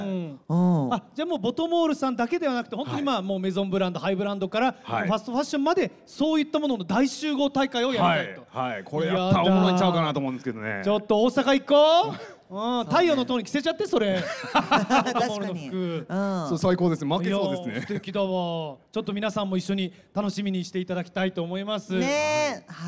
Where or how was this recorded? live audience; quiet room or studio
live audience